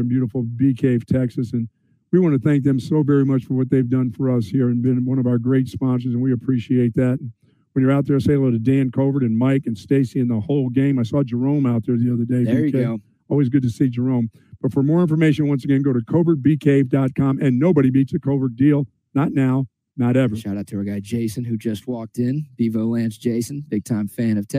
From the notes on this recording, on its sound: broadcast LIVE from Sue Patrick